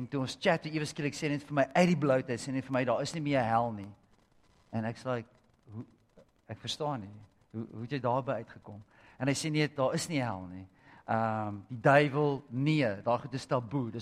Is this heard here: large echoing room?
yes